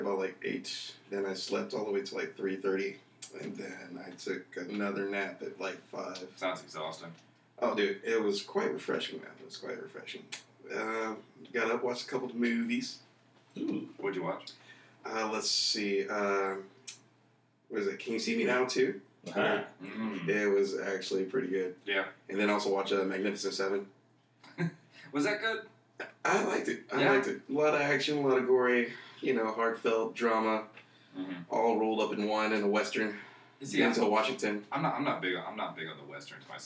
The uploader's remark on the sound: Mics not so much.